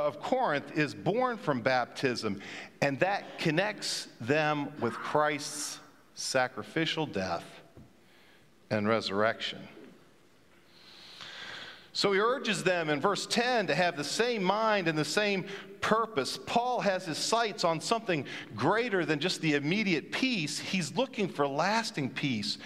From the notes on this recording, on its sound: at Pender’s Traditional Service